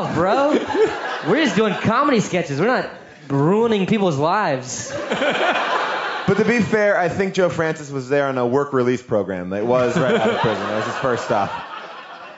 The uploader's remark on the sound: We talked with them live on stage at Bumbershoot.